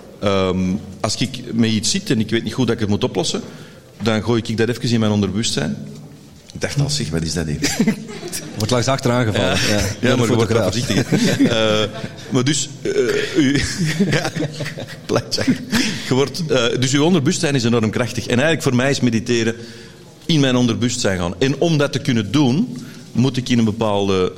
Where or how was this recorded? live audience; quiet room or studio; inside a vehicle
live audience